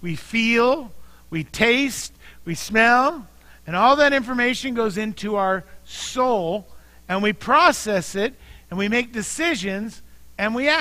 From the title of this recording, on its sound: Mt. Zion Church Live!